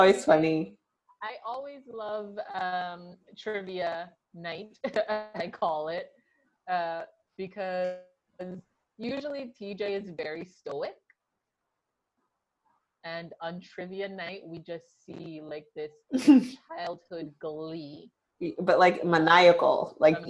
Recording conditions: drop-outs